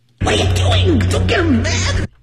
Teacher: 这简直就是从嗓子眼里挤出来的声音 · Term: 嗓子眼里挤出声音